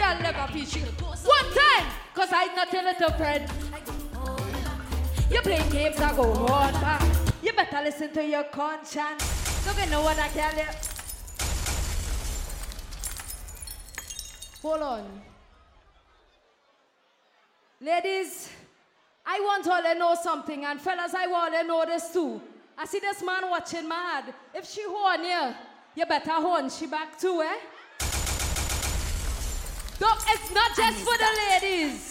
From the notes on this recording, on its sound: Live At Blossom Midnight Brunch.